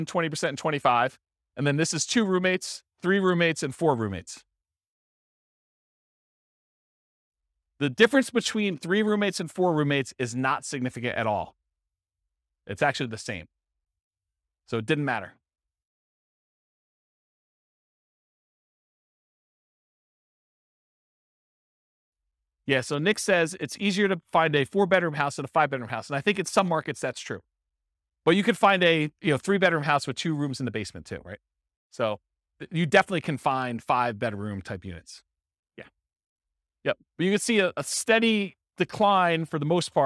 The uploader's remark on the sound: This was a live class recorded